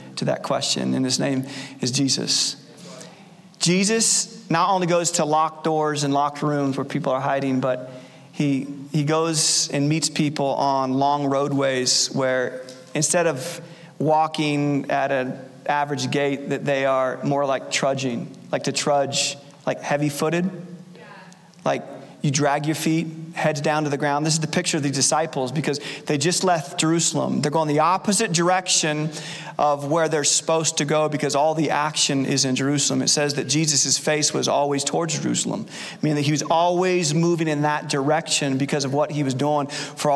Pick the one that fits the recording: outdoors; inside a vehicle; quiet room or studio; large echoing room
large echoing room